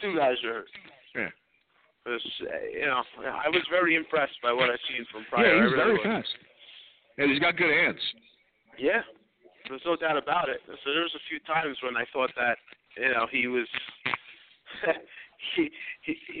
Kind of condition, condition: setting, busy venue